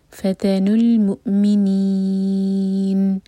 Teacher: اگر آپ کی یہاں سانس ٹوٹتی ہے تب ہمیں پڑھنا ہوگا فتن المؤمنین. تو نون ساکن اگر کر کے ہم رکیں گے تو نی چار حرکہ لمبا کرنا ہوگا، یہ ہوگا مد عرض للسکون.